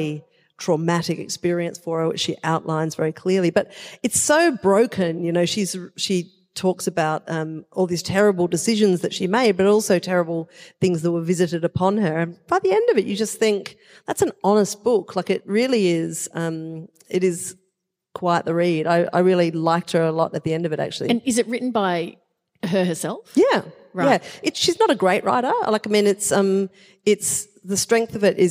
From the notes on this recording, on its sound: Just a few kilometres from the hallowed MCG, and in front of a live audience of 2400 people. Recorded live in Melbourne.